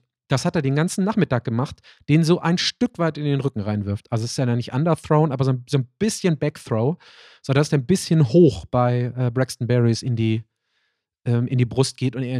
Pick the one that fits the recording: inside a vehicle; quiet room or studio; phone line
quiet room or studio